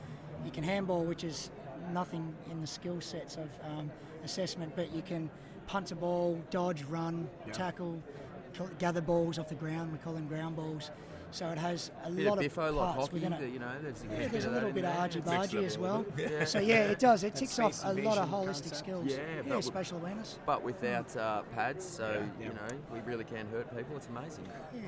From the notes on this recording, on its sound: Live from SHAPE Nashville Day 2! SHAPENashville national convention.